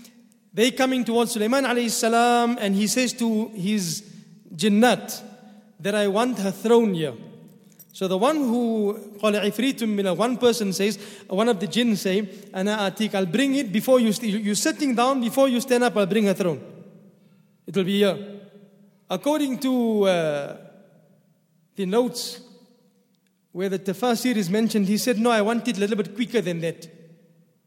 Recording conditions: large echoing room